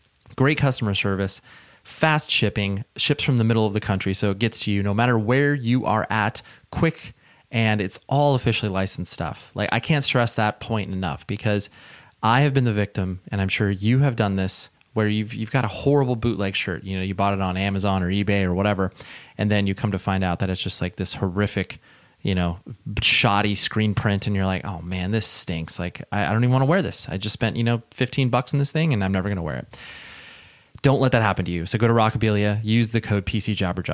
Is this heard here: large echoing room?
no